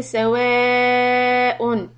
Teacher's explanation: hold the mad four harakat, and the hamza is going to end with a noon sound